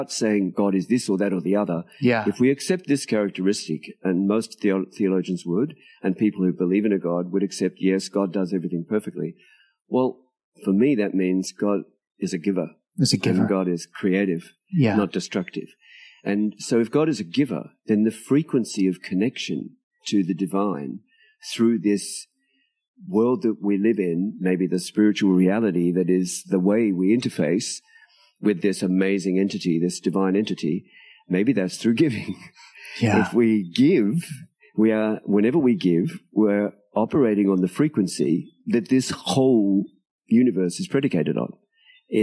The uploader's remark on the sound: I visited one of my all-time favorite authors in Jamaica. Which was recorded while we sat outside his rented tropical home, one stone’s throw from the white-sand beach.